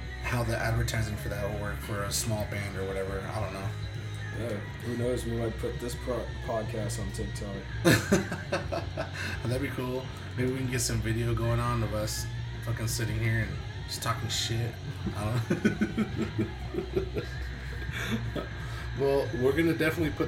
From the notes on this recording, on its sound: We are based out of Tucson. YEs our audio is sucks.